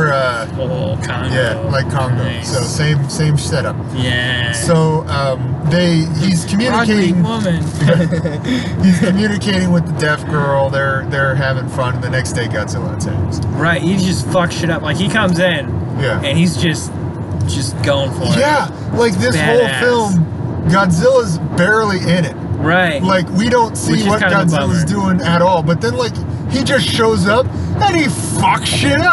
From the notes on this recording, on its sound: This was recorded on the drive to and from Godzilla vs Kong.